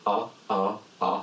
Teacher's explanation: cette fois-ci c'est guttural, mais très au fond de la gorge